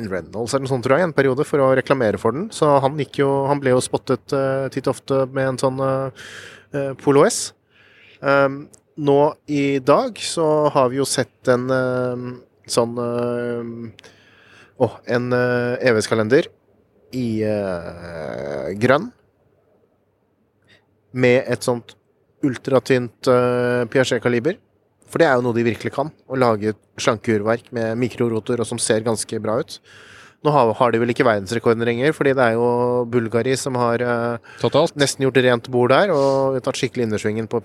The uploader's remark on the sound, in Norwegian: Ny dag på verdens største klokkemesse, Watches and Wonders! Rapporterer live fra messegulvet.